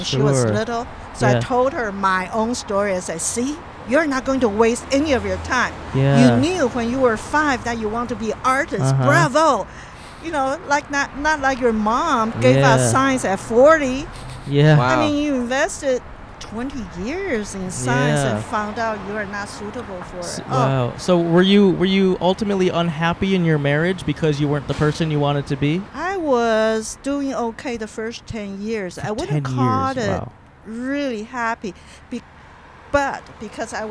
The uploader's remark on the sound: To this episode that we recorded at the Los Angeles Marathon! Recorded 3/19/23 on Hollywood Blvd in Los Angeles, CA.